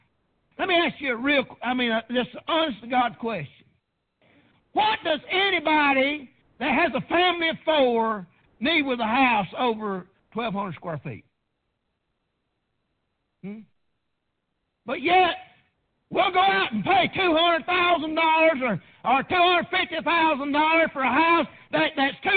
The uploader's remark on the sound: PREACHED AT PRAYER BAPTIST CHURCH.